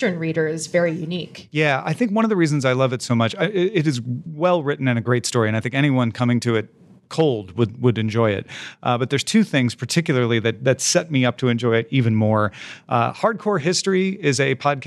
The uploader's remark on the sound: Live from Dublin WorldCon 2019! We were literally prepared with plans for if the room was empty, but no, Ireland filled our room and our hearts.